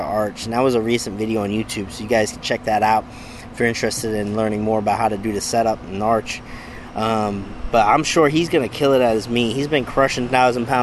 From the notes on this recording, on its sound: Bench Talk LIVE: Out by the BBQ Pit!